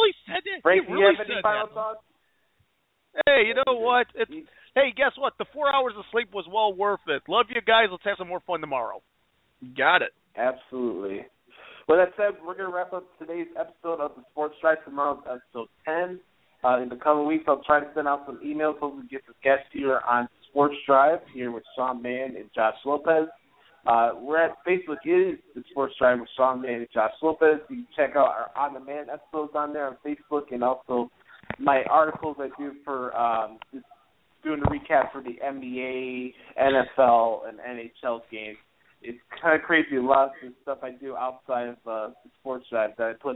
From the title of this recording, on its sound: Your Phone Calls